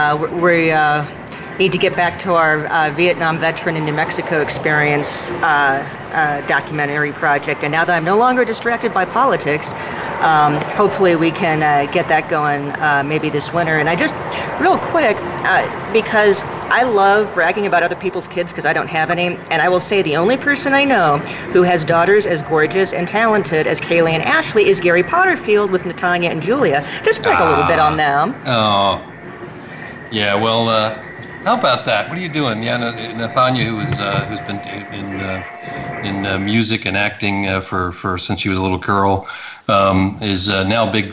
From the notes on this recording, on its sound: This will be our first remote podcast, airing live from the Rust Is Gold coffee and antique shop in Albuquerque.